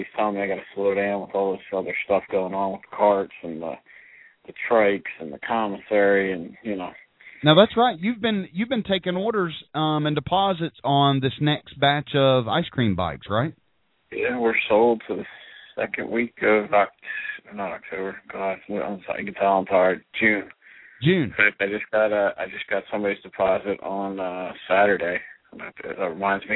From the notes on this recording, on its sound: Street Vendor Call in show. Call in during the live Hot Dog Vendor Radio show with your questions or comments.